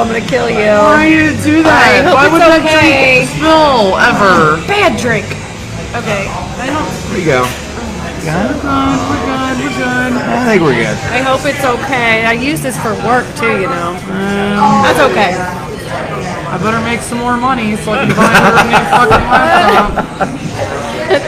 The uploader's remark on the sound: We are live at Zola's